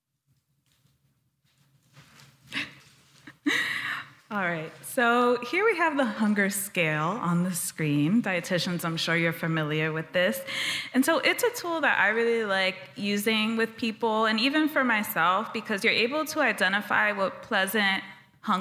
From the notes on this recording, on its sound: Recorded LIVE. We recorded this LIVE as part of their EPIC 2023 Wellness Summit.